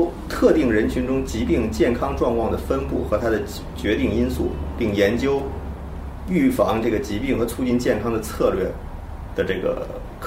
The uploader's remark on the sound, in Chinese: 本期节目为在张大妈办公区用录音笔录制，可能有街道上的杂音，请见谅。